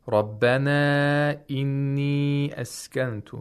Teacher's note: So we have two matul munfasils, two disjunct lengthenings. The long vowel and the hamza are in two separate words.